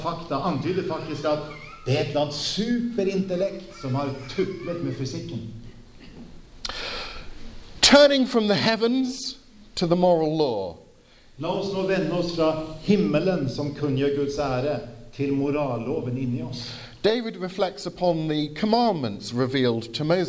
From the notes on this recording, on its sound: Sermon delivered at Misjonshuset Kristiansand, with translation into Norwegian